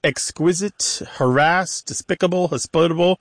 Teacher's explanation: they're all moving that pronunciation, that stress in the pronunciation to the second syllable